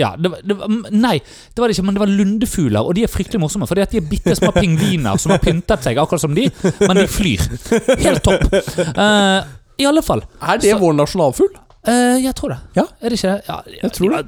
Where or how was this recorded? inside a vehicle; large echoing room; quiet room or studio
quiet room or studio